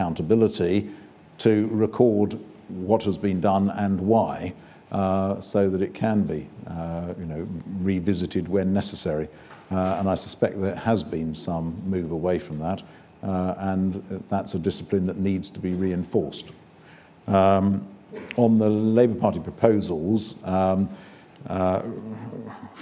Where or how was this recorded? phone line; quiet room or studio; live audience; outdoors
live audience